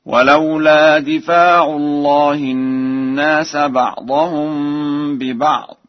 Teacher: قرأنا ورش بكسر الدال وفتح الفاء وألف بعدها في لفظ دفع